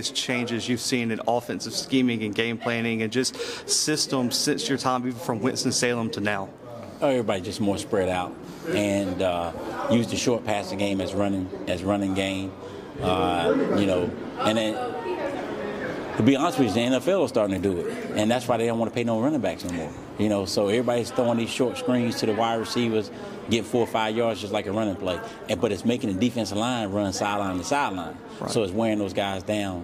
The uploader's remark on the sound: live from SWAC Media Day in Birmingham, Alabama.